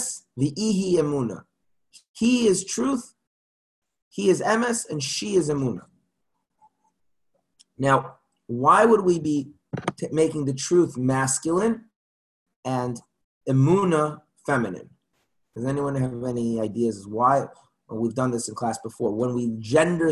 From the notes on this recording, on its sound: Zoom Class.